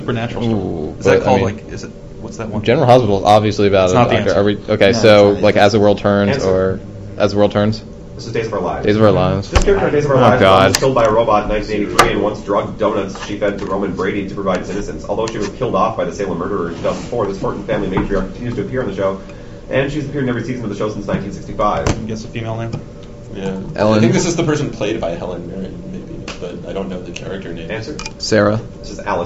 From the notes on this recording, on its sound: … Trash Tournament 2008 (Trash) - Recording 2.